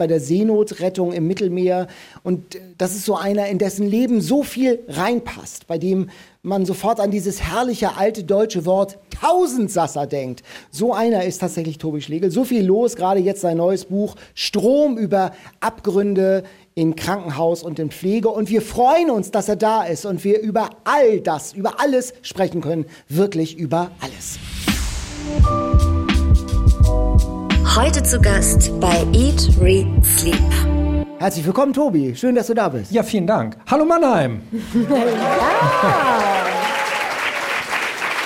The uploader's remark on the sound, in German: Die beim SWR-Podcastfestival in Mannheim aufgenommen wurde.